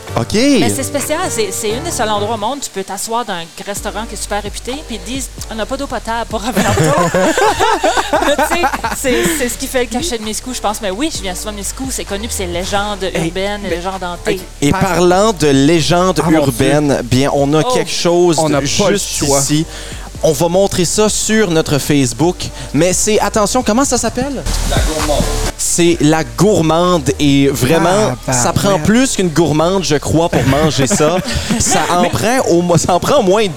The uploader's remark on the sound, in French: enregistré à la Terrasse à Steve de Miscou